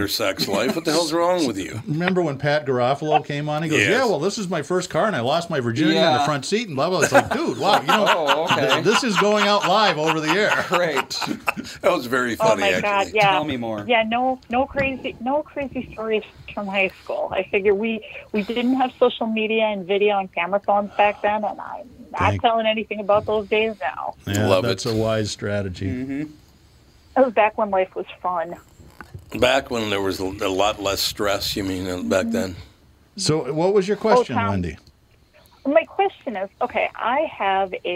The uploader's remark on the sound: We field questions from listeners about the best time to buy a car, trading strategies and leasing vs buying. All call in and share stories of their first rides.